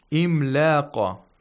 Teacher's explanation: The qaf is sakin. You have to apply qalqala